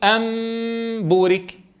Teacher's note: الميم فيها جزء خيشومي وجزء شفوي · Term: القلب